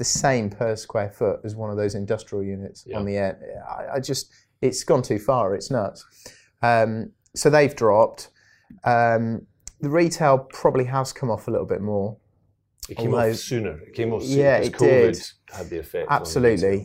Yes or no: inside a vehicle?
no